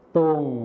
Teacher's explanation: ส่วนคำว่าตรงในภาษาถิ่นอีสานจะไม่มีรอเรือนั่นเองค่ะ